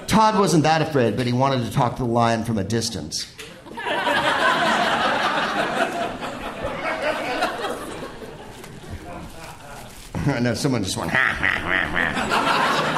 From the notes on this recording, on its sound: Live from the Bell House in Brooklyn